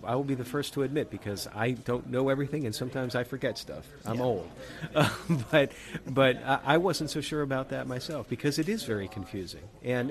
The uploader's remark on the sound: Recorded at RETR3AT Cyber Conference Montreat College September 23, 2022.